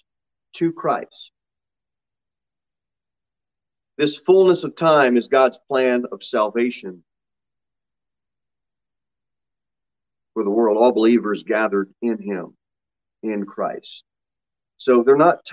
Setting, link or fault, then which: setting, large echoing room